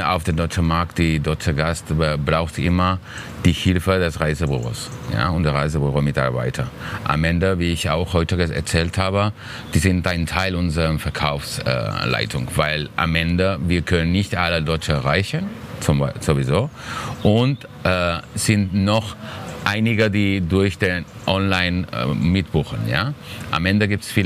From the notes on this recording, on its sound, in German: Von den Counterdays live Mallorca 2021. Oktober fand eines der ersten großen touristischen Live-Events statt.